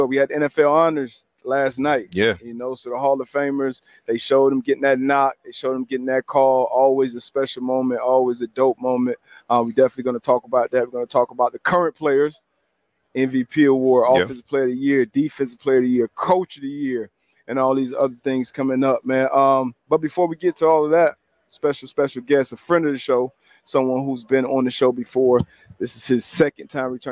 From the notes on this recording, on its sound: LIVE FROM MEDIA ROW AT THE SUPER BOWL